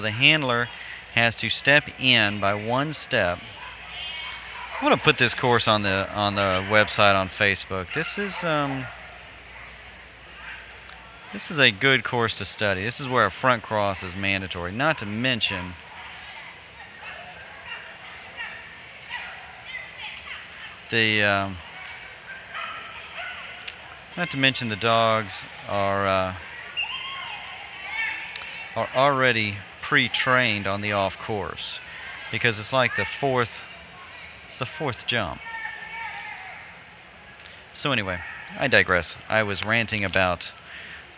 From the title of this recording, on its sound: Live at Franklin AKC, NADAC Champs